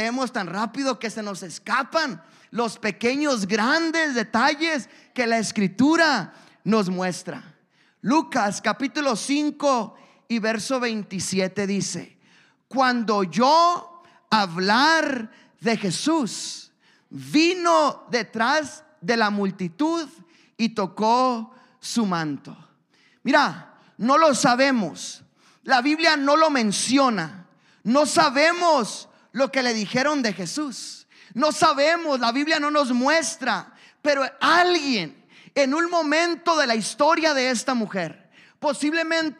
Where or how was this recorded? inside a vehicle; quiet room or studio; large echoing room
large echoing room